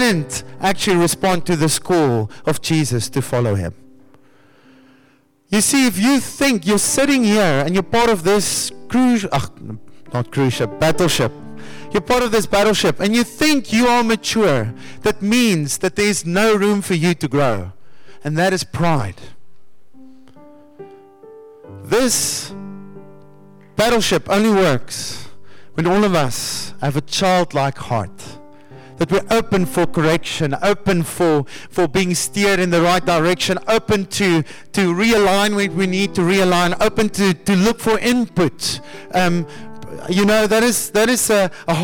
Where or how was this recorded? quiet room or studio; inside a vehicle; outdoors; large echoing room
large echoing room